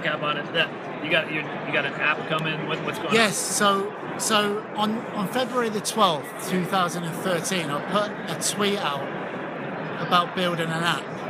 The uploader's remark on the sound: Live from the 2019 USC Convention